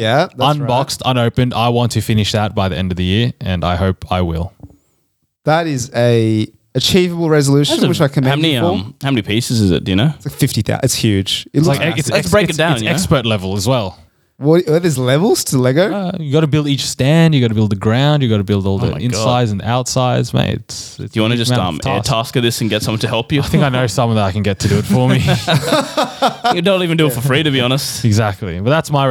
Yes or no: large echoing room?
no